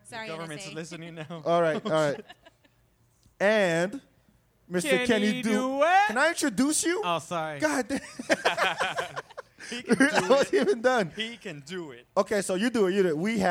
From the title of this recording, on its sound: Live At Holy Mountain